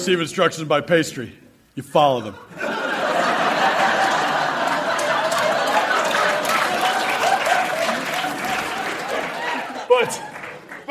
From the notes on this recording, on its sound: Recorded Live 1/10/2014 at Largo, Los Angeles.